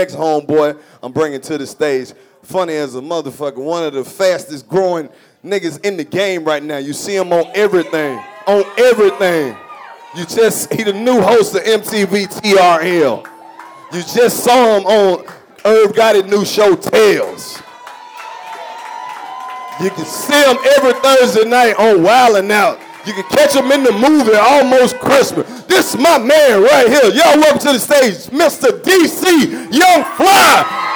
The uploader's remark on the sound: Live from Greenville Comedy Zone. The 85 South Show Live Comedy Show in Greenville.